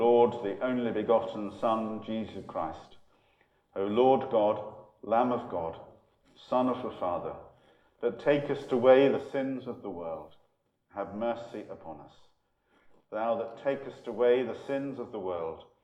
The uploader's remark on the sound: Holy Communion from Empshott, 1 November 2020